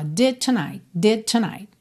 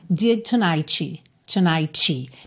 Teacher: Não tem esse I, não tem essa vogal depois, tá? Lembra que a consoante oclusiva, ela só fecha. · Shown in: first take